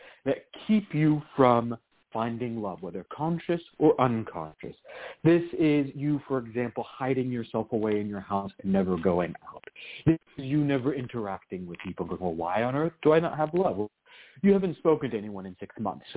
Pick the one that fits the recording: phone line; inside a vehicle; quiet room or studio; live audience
phone line